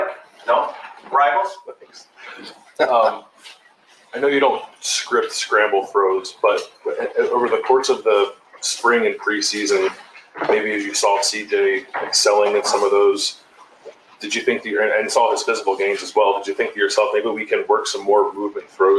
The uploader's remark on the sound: At the Woody Hayes Athletic Center in Columbus, Ohio. During this news conference.